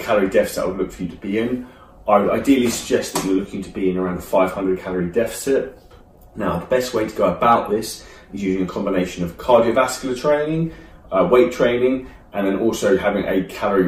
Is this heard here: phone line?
no